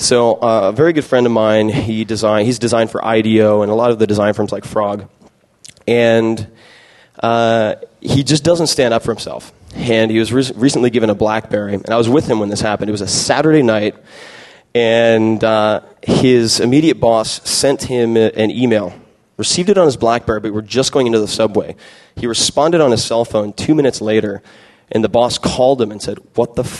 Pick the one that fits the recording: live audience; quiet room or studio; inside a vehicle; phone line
live audience